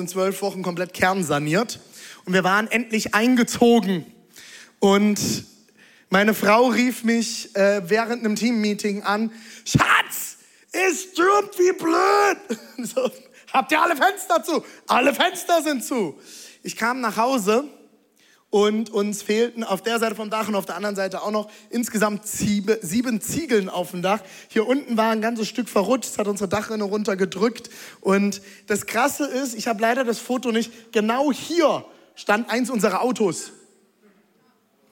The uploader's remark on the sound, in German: Audiomitschnitt der Predigt